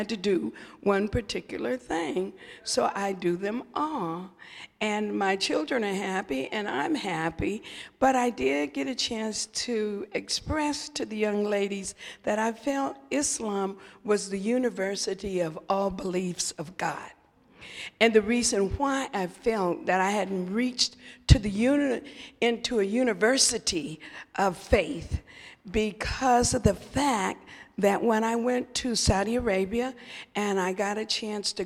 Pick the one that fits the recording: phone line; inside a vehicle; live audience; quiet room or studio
live audience